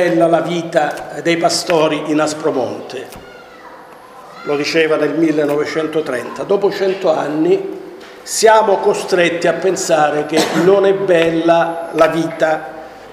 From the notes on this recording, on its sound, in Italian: Registrazione integrale della conferenza stampa organizzata dalla sezione PD di Cittanova.